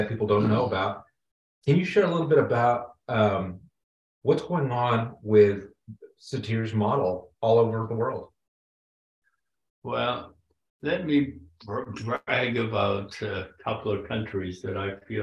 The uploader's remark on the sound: at the 2023 Virginia Satir Global Network online conference